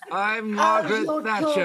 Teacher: she was very breathy